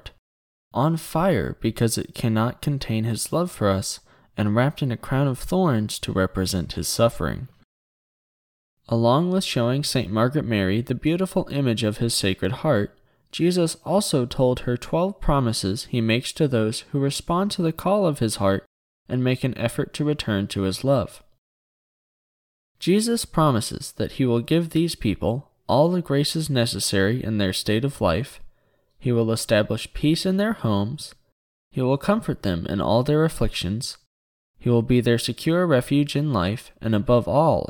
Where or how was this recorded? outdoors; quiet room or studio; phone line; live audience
quiet room or studio